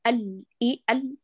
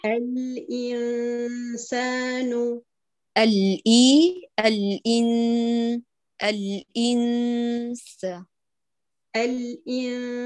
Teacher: الإنسان الإي إي الإي الإنسان، لا نقول الإي ال بقطع صوت اللام، اللام المظهرة قمريا هنا أعطيها جريان جزئي للصوت · Shown in: second take